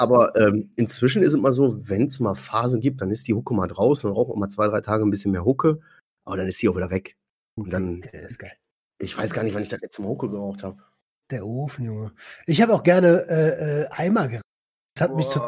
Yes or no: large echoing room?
no